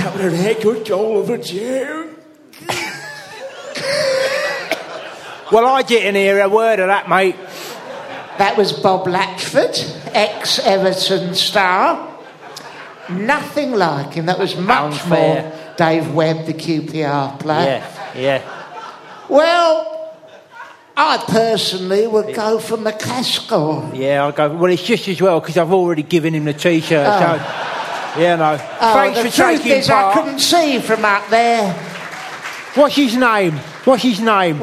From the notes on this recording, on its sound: Except live, in person. Not a podcast recorded on dobly cassette tape, but actually there. Bumper four hour long live special.